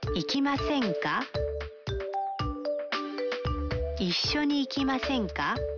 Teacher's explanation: Para obtener una invitación se cambia la parte masu de un verbo en forma masu a masen. Se agrega ka y se eleva la entonación al final.